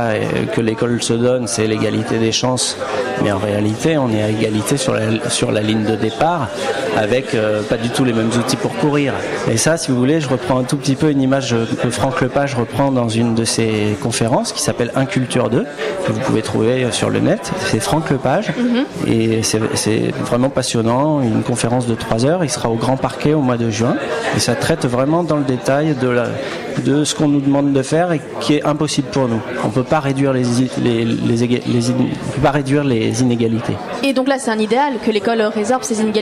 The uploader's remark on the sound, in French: Spéciale FIFDH au Luminor. Ce soir, on s'installe dans le beau salon du cinéma Le Luminor pour la 13ème édition du Festival International du Film des Droits de l'Homme.